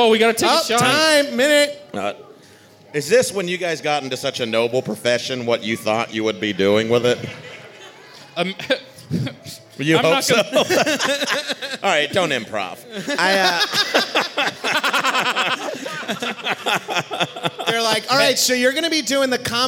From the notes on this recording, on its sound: At Bonnaroo LIVE. To get drunk in front of the livest, sweatiest, and loudest comedy tent at Bonnaroo.